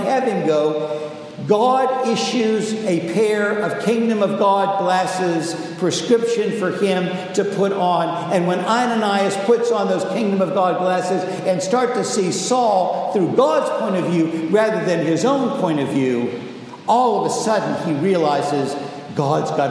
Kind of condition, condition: setting, large echoing room